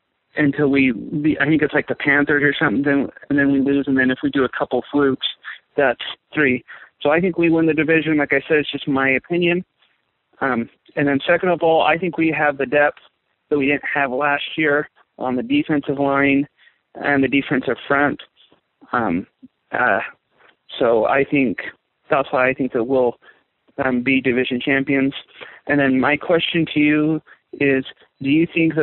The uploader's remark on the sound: Raider Nation “Boneline” Call-in Segment